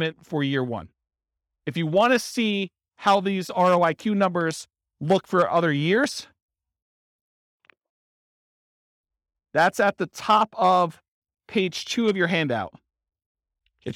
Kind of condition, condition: setting, live audience